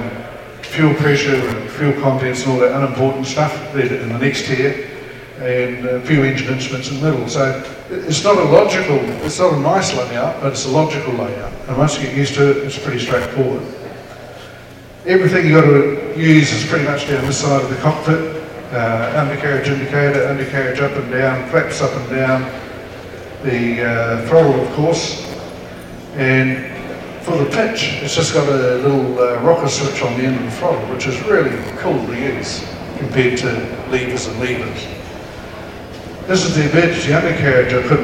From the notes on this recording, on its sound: another recording from the Wings Over New Zealand Forum Meet at the New Zealand Warbirds Association hangar at Ardmore